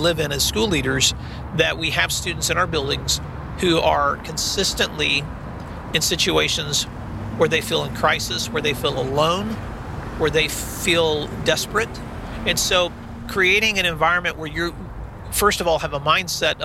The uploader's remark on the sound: On the Road. This week’s episode I recorded while driving (after safely cuing my recorder before starting a long drive).